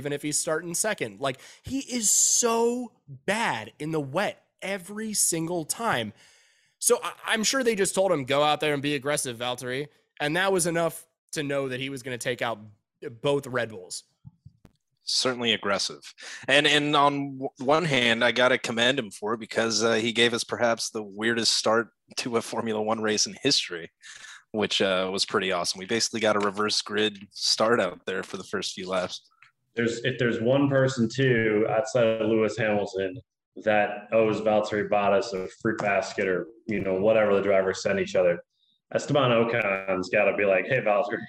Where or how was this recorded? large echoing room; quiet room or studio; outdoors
quiet room or studio